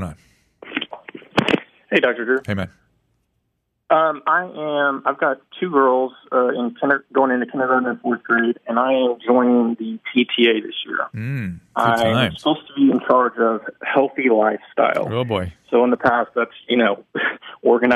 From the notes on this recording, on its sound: taking some listener phone calls